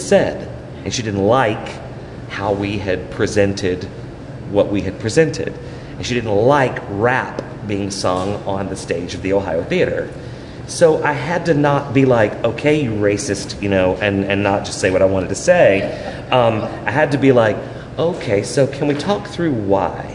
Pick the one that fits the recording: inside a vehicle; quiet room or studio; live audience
live audience